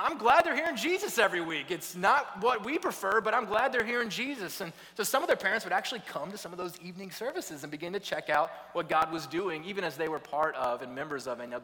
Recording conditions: large echoing room